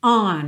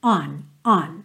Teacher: a preposição on, você já faz o formato mesmo do, do O, on, só que ele é super nasal, é, é, é, mais aberto, não é uma letra O, O, O, O, é on, on.